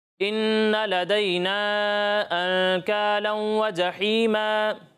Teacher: ٹھیک ہے، ایک الف کی مقدار تک غنہ کرنا ہے، یعنی ایک الف کی مقدار تک ٹھہر کر آپ ناک میں آواز لے جائیں گے